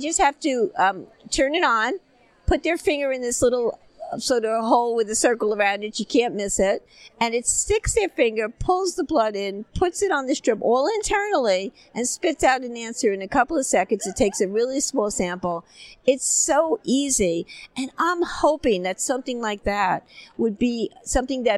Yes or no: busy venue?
yes